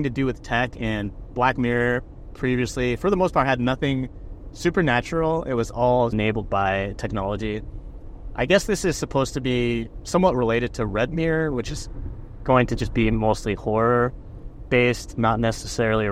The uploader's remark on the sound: I recorded in the car